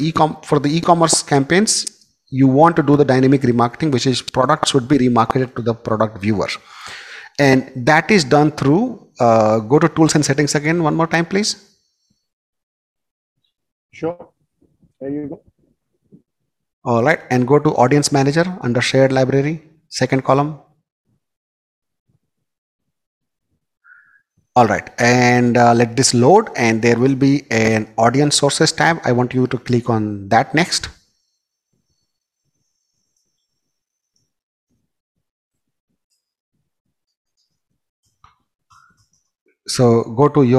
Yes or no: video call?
yes